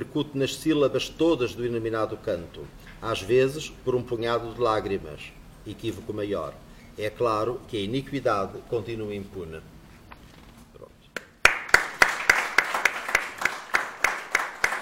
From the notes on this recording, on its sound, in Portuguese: E foi com casa cheia que decorreu a conversa. O público presente.